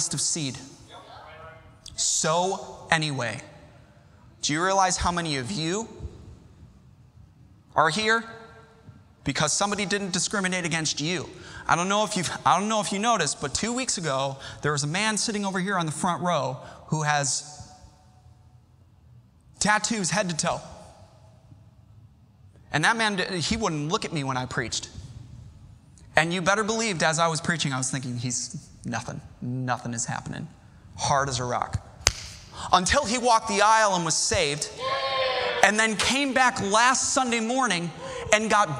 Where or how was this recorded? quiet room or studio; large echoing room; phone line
large echoing room